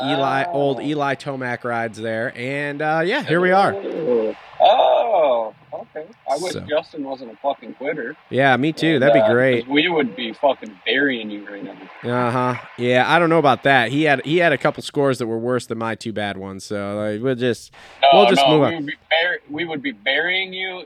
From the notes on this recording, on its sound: jump on the phone